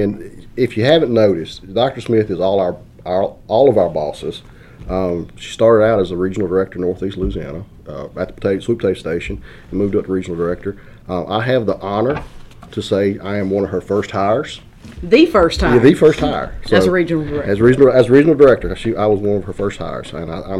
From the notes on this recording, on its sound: sit down to talk at the 2023 LSU AgCenter Annual Conference in Baton Rouge